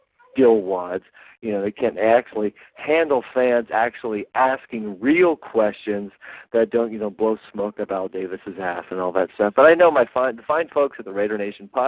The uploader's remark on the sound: Raider Nation “Boneline” Call-in Segment